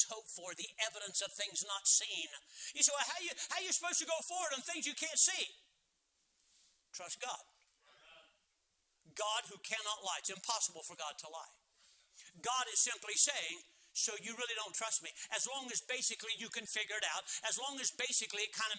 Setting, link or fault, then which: setting, large echoing room